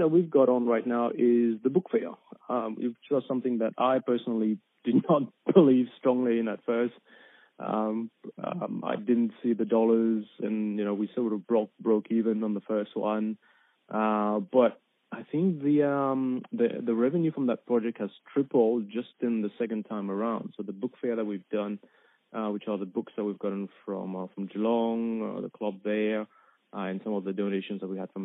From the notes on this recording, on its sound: Telephone interview originally aired on 3WBC 94.1FM.